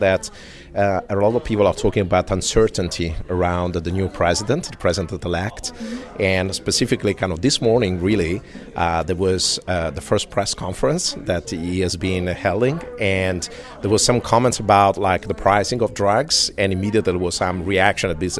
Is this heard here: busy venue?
yes